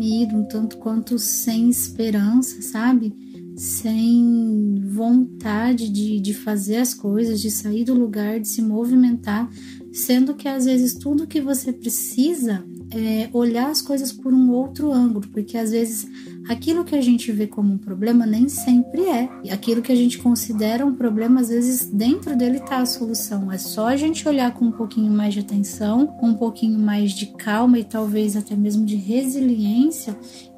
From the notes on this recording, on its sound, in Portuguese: O maior desafio de editar esse programa, é o fato dele ser gravado com o celular em um ambiente não muito apropriado.